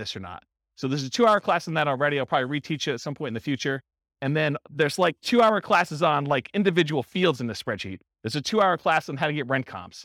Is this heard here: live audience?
yes